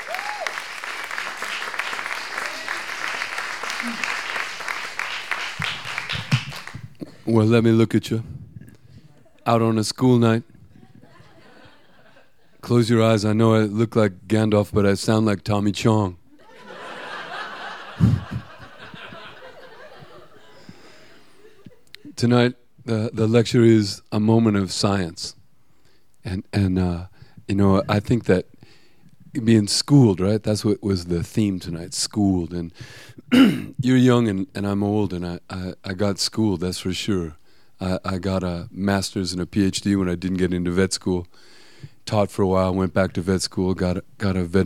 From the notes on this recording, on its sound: These stories were recorded live at Buntport Theater on September 17, 2014.